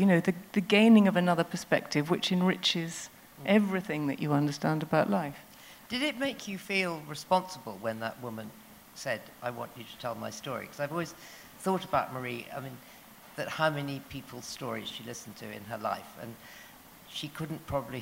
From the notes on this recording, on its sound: Recorded at The Tabernacle in London on 21st January 2019.